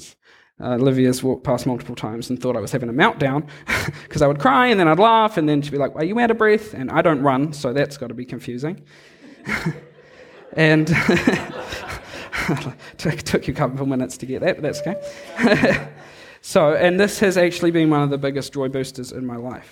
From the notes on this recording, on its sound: Recorded live on Sunday morning, 17 July 2002 at Harvest Life Church, Blenheim, New Zealand.